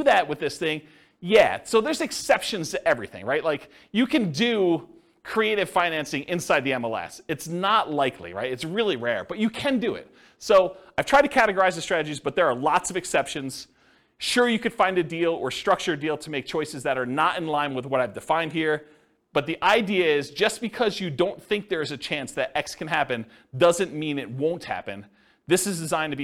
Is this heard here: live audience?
yes